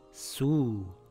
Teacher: The waw stretches the dhamma, and it becomes su. You pronounce the u sound for two counts. · Term: long vowel